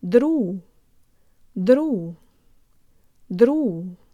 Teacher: The tongue has to come away from behind your bottom teeth to pronounce the flipped R and stays low for the U